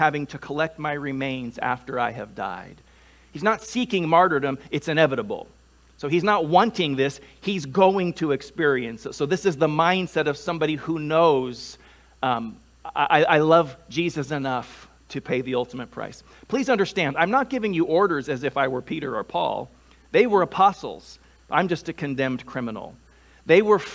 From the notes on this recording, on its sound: Delivered on 7 November 2021 at Grace Church of La Verne. At Grace Church of La Verne.